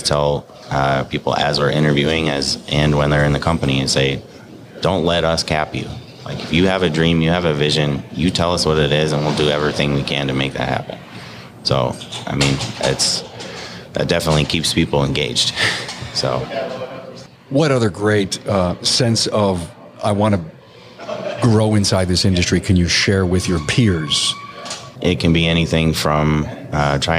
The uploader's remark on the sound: This interview takes place at the ASA Colorado Summit in January 2020. Recorded in the lobby of the Lincoln College of Technology in Denver.